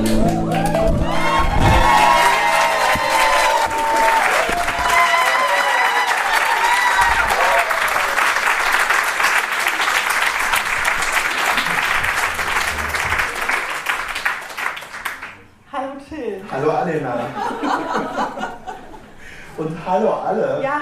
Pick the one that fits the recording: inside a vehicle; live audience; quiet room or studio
live audience